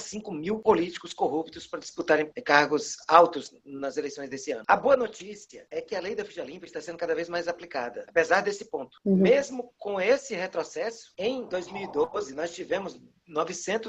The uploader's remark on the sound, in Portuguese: Realizou um webinar ao vivo. Aqui você pode conferir na íntegra o áudio da conversa.